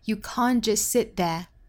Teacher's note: You can't just sit there and put everybody's lives ahead of yours and think that counts as love.首先我们做英音的语音讲解，我们注意第一个要注意的词呢，就是 can't 这个词。这个词在英音之中发 can't.那美音之中呢发 can't.You can't just sit there. Can't 尾部的 t, just 尾部的 t,包括后面 sit 尾部的 t 的音都略掉